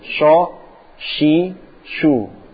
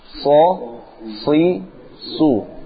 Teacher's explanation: Karena pakai lidah tengah, antum. Yang benar pakai ujung lidah.